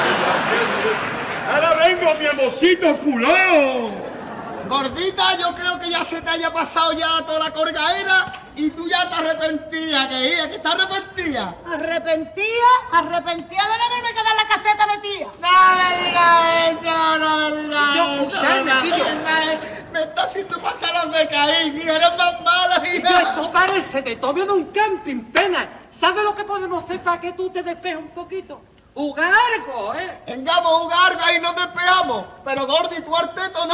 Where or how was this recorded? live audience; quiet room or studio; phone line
live audience